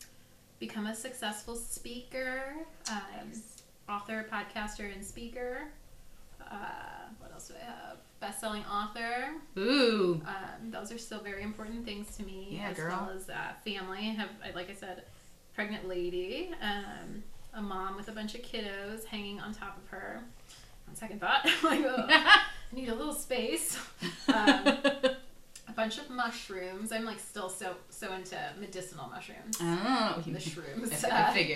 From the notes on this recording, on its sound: Season three is starting with a bang (literally)! Please bear with the sound quality on this episode—next time, in a not-so-interactive episode, we promise to have two mics.